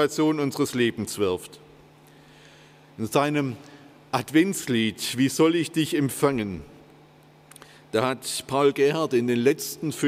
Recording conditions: large echoing room